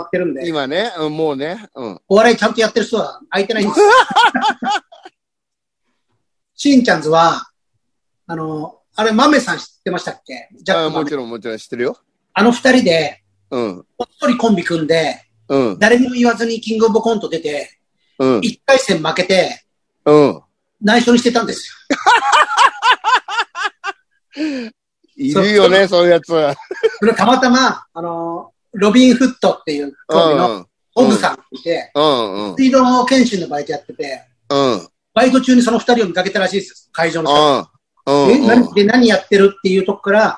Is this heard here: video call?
yes